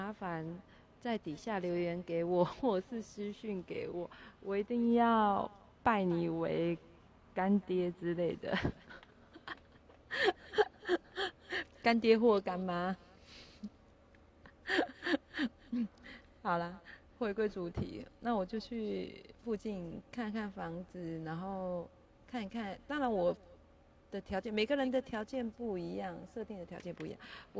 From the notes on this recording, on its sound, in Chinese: 第一次錄音錄音品質不是很好。我這次錄音前忘記先調整音量了。